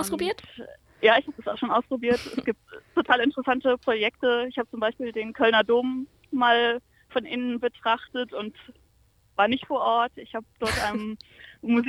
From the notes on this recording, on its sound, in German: Re:publica | Telefoninterview.